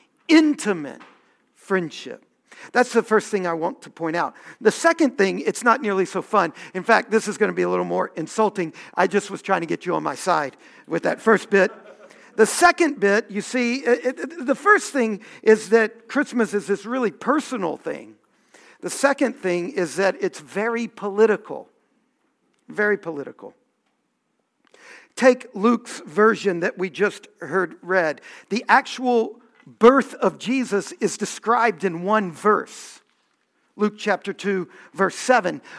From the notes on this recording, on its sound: Homily from our Festival of Lessons and Carols